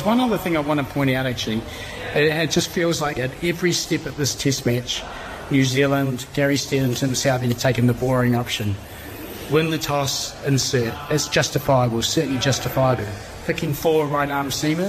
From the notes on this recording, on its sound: live from the Cricket Museum at the Basin Reserve in Wellington